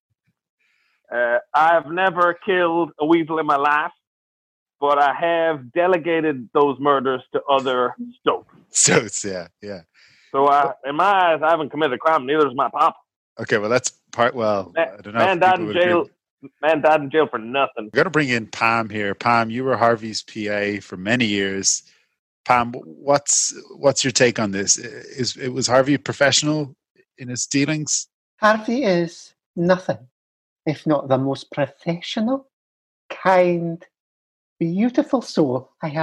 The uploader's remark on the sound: On this week’s video call Phoning It